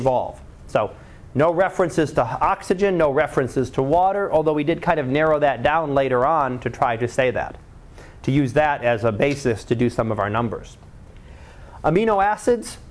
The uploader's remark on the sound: Live Class Lecture